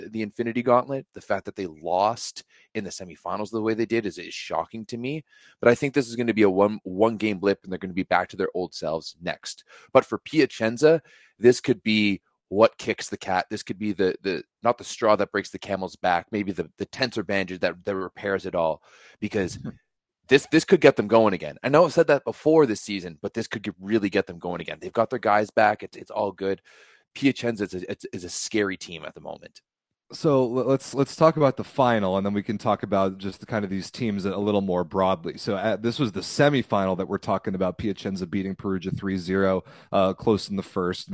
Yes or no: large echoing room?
no